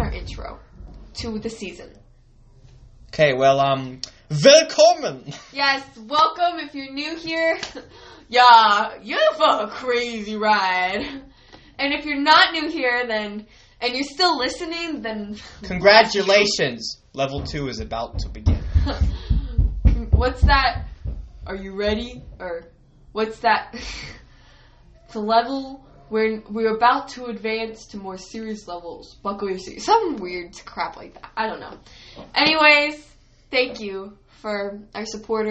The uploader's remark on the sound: we are sorry for the audio quality in this intro, the mic's were doing weird things.